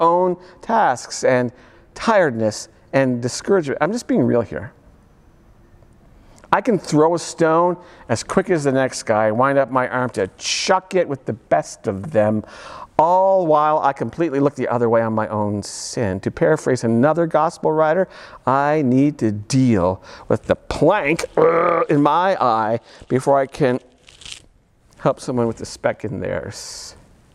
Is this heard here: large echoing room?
yes